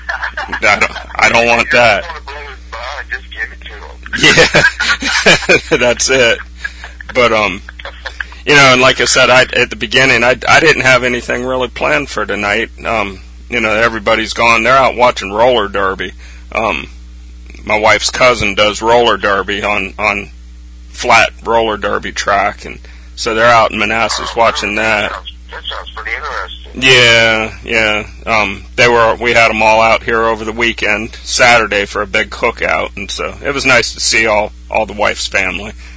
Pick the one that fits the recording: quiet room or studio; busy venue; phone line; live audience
phone line